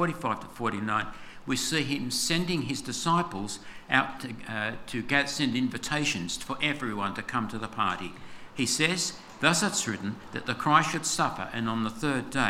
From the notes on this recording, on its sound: This sermon was preached on 25/02/24 at all services of Helensburgh and Stanwell Park Anglican Church.